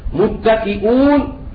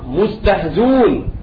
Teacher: إذا وقعت الهمزة مضمومة وبعدها واو وقبلها كسرة فإن أبا جعفر يحذف الهمز · Shown in: second take